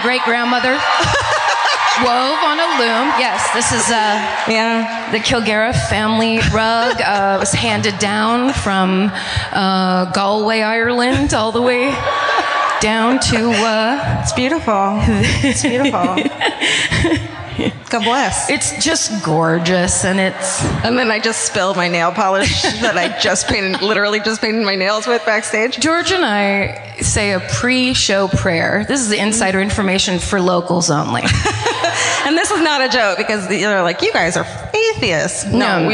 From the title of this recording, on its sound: Live at the Balboa Theatre in San Diego